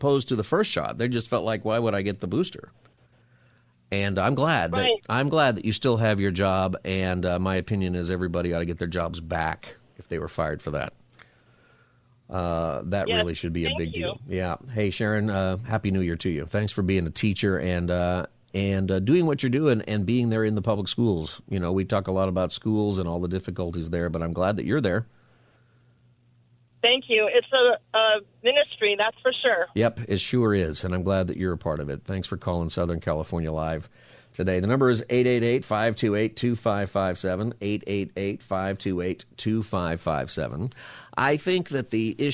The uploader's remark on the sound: Takes you calls on any topic for Open Phone Friday.